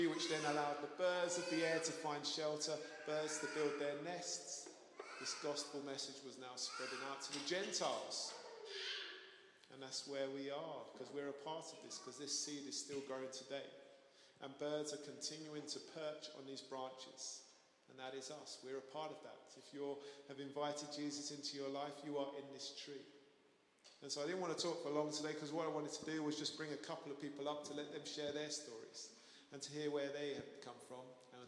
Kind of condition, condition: setting, large echoing room